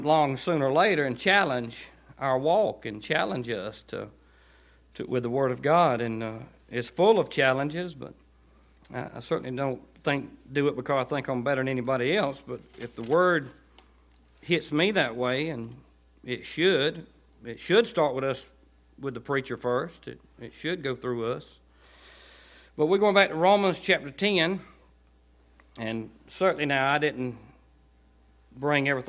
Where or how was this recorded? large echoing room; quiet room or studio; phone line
large echoing room